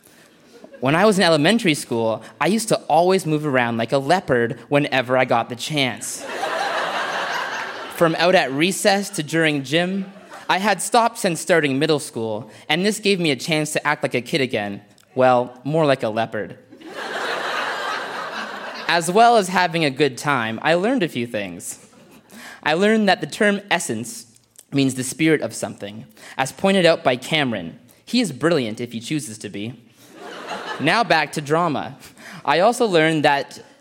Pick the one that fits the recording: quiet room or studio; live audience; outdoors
live audience